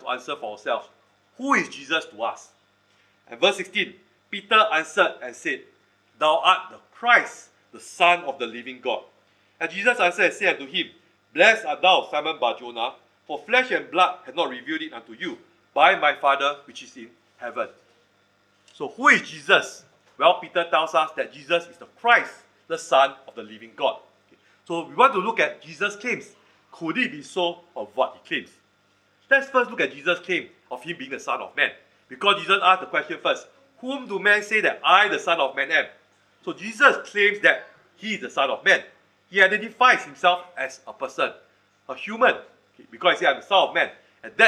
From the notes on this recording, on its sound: Recorded Live/Sermon. Weekly livestream of our worship services.